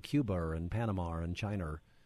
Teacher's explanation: the way that R's are added where they don't exist